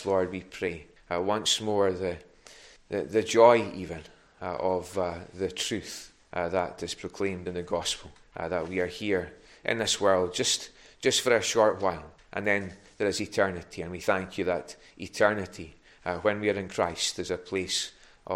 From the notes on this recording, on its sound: recorded at North Harris Free Church on Sunday 23rd January 2022.